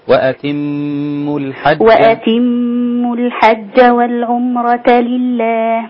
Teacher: وأتموا الحج والعمرة لله. الغنة على الميم المشددة